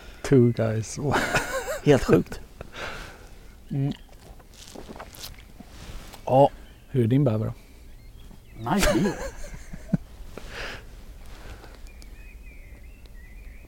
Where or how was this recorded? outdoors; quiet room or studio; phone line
outdoors